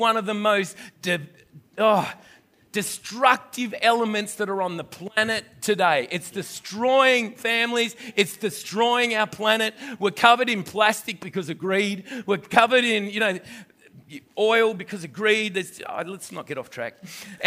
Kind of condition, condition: setting, large echoing room